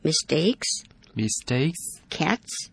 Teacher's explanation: s 念无声的 s，只有气的声音